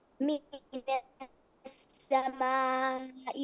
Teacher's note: السماء مديها لأنه مد واجب متصل